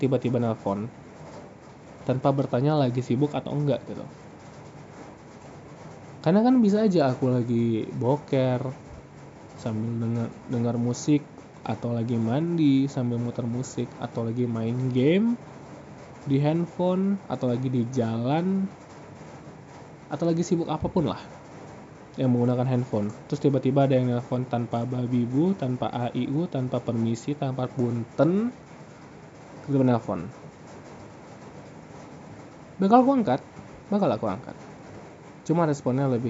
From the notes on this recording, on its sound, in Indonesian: Maaf suara hujannya gede yah.